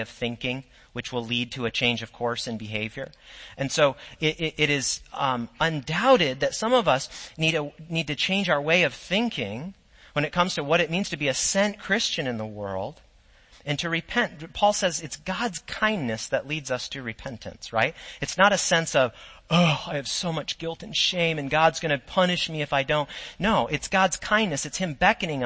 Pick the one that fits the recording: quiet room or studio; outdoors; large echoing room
large echoing room